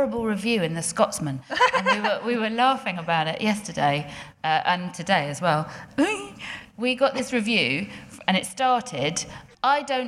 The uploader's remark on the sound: DWSC LIVE. As this was recorded in the latter part of the DWSC sold-out Edinburgh run. Finally we hear from a member of the audience who presents a family mystery for the gang to solve...